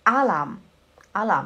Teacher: A sílaba forte está no L.